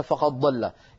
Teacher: إدغام الدال في الضاد جائز والعرب تفعله وروي لنا قرآنا، ولكن من رواية غير حفص، من روايات أخرى ليست برواية حفص.